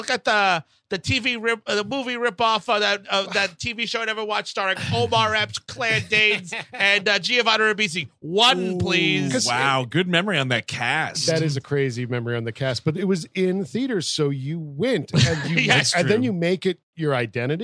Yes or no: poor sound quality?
no